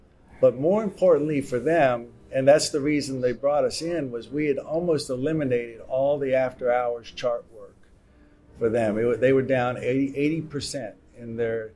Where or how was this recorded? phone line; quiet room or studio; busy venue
busy venue